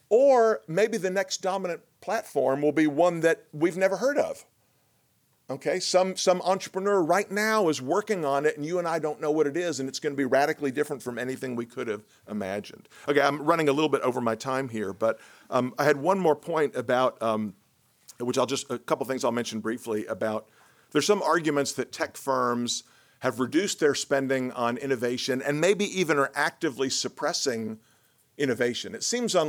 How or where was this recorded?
large echoing room